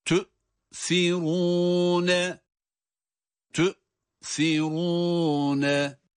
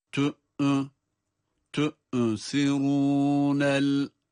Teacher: Ta harfi hemzeye bağlanıyor ama hemzeye bağlanırken hemzeden bir inilti ya da hareket sesi, ha sesi gibi bir şey çıkmayacak. · Shown in: first take · Hemzenin kendi sesi.